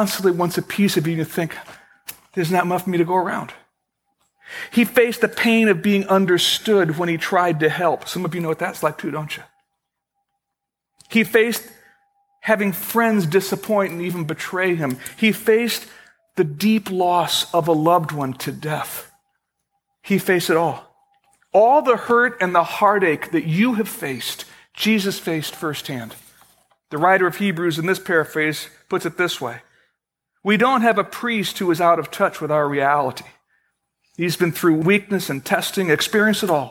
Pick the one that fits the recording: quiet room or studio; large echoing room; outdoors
large echoing room